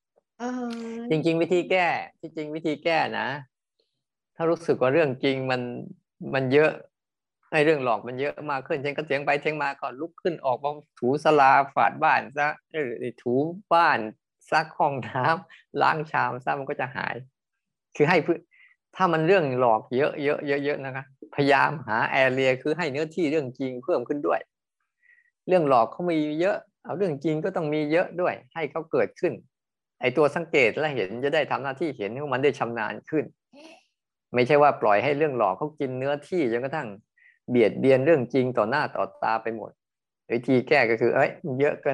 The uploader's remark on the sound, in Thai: เป็น 1 ใน 3 คอร์สออนไลน์ (ผ่านโปรแกรม Zoom)